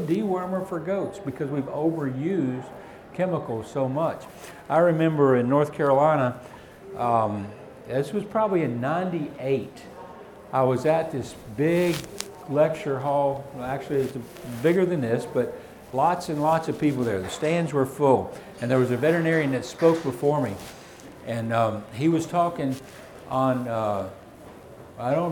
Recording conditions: live audience